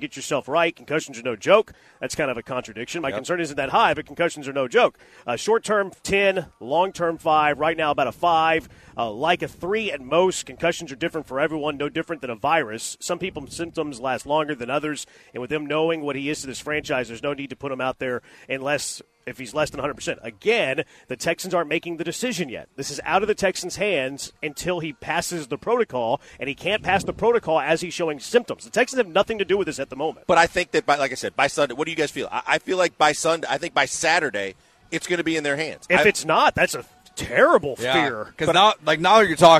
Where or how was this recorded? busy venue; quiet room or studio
busy venue